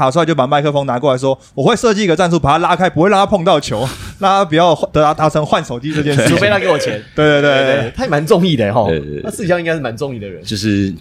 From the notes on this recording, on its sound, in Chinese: 這次我們特別選在「Coya Taipei」這間酒吧錄製。